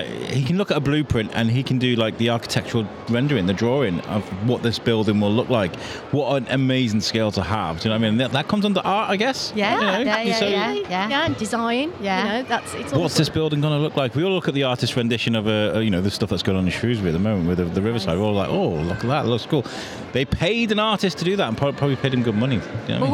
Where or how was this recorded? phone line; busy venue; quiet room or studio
busy venue